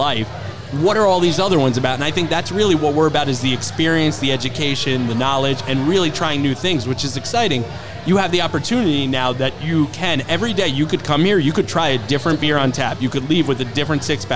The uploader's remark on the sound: We spent the evening podcasting live from craft beer mecca, DeCicco and Sons in Brewster, NY. We spent the evening podcasting live from craft beer mecca, DeCicco and Sons in Brewster, NY. Joining us for a tap takeover was Diner Brew Company , Plan Bee Brewery, Industrial Arts Brewing. What you won't hear are the dedicated crew behind the bar who help organize this great event.